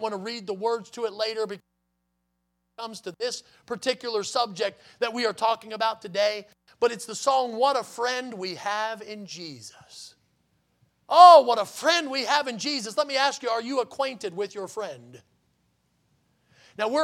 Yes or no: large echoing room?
yes